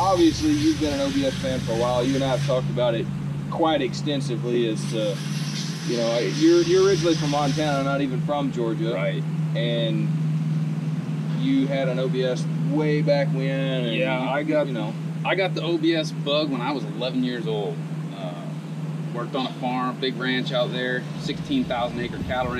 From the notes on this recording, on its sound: CP Addict goes on location at Lead Foot Diesel Performance